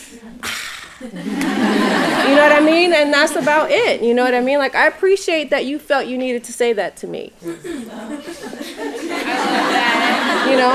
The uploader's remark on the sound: We are here with a recording from the KreavitMndz Dance Complex international women's day panel. In front of a live audience (pre-social distancing days).